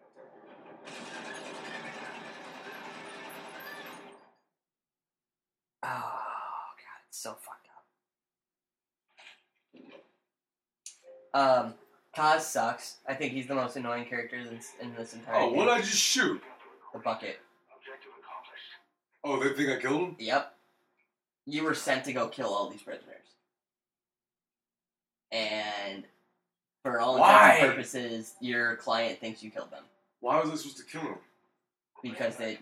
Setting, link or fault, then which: fault, poor sound quality